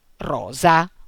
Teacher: La lettera S si pronuncia sempre sorda, come nella parola italiana semplice e come avviene ancora oggi nello spagnolo. Ad esempio, rosa si pronuncia rosa.